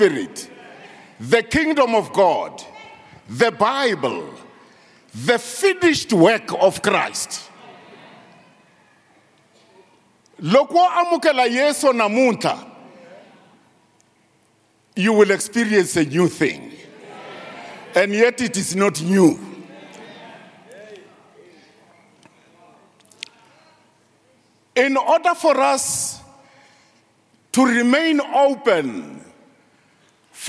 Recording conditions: large echoing room